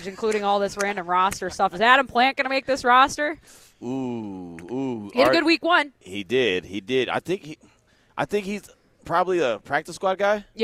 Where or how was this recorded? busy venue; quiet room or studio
busy venue